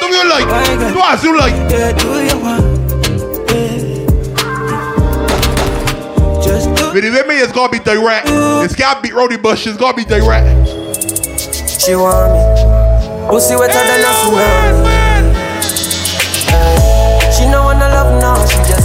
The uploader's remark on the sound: LIVE AUDIO FROM PUN DE BASE - M&N BAR - RUDE BOY PROMO SOUTH DISTRICT BARBADOS.